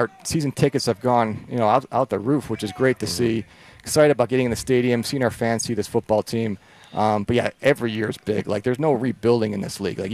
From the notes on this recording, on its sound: Live from Chargers Training Camp. Live from Chargers Training Camp.